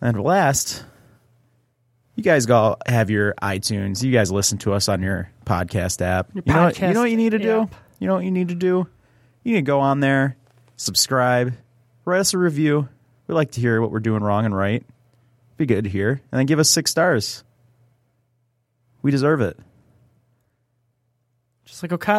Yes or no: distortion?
no